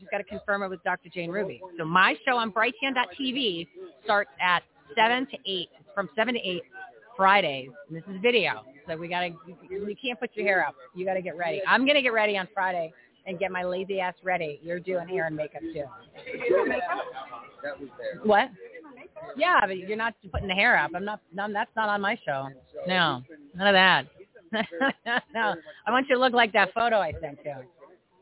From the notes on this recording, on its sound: LIVE FROM REAWAKEN TOUR IN PHOENIX